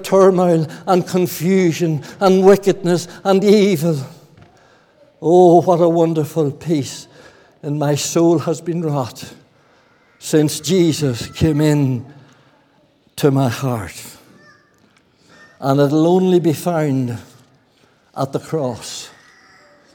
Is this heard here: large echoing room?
yes